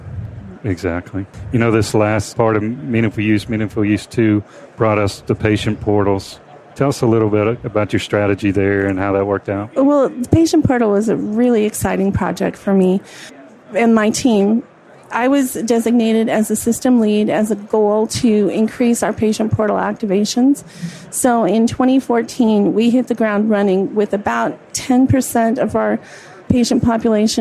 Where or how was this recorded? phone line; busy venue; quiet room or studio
busy venue